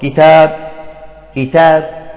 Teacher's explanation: الوجه الثاني الروم مع القصر بدون قلقلة